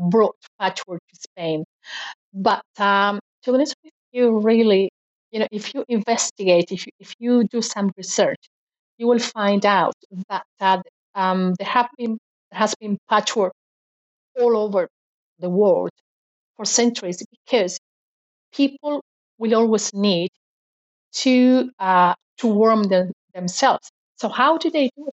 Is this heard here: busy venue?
no